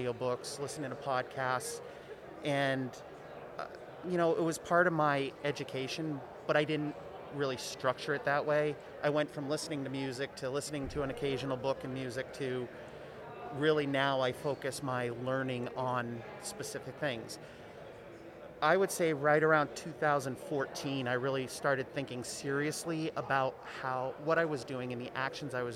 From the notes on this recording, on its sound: Recorded LIVE from the GBMP Northeast Lean Conference! Recorded LIVE from the GBMP Northeast Lean Conference!